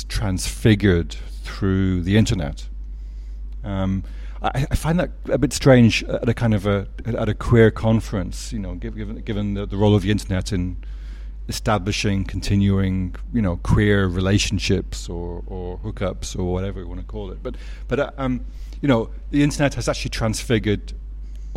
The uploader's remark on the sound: Recorded at the Better Together 2018 conference in Melbourne